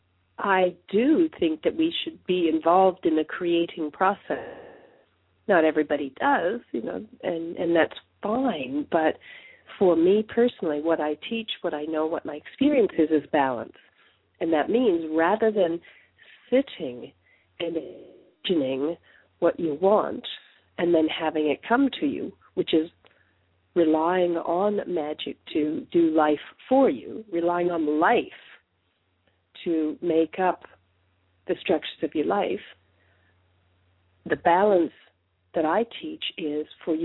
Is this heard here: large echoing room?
no